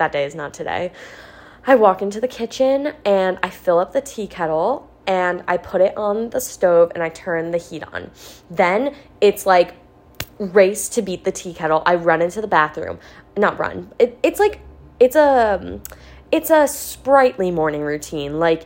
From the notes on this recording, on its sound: I decided to take a stab at rambling into my iPhone's mic and start a pod of my own.